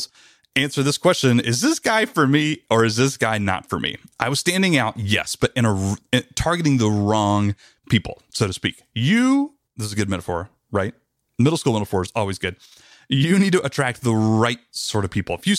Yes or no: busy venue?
no